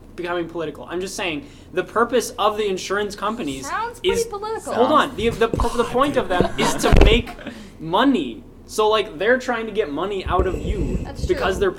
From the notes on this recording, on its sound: Recorded by the pool table a little too late